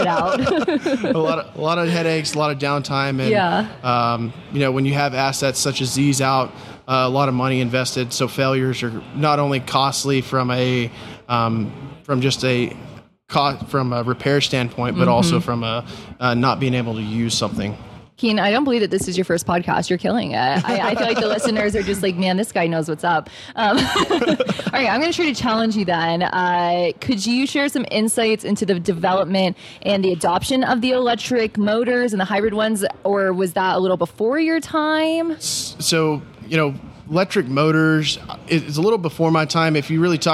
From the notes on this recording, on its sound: During the PBIOS conference.